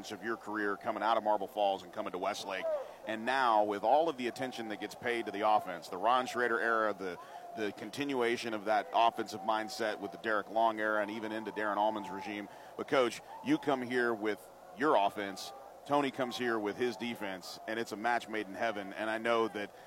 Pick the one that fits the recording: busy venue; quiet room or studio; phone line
busy venue